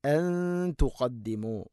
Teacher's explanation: നൂനിനെ അവ്യക്തമാക്കി മണിക്കണം, ഇഖ്ഫ ബിഗുന്നയാണത്.